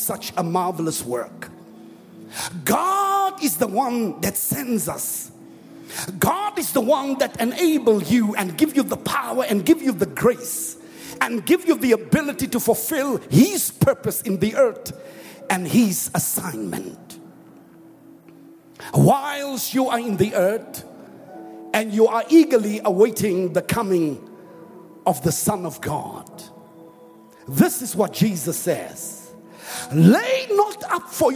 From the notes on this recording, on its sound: preached at the Annual Good Friday Celebration held at Orlando Stadium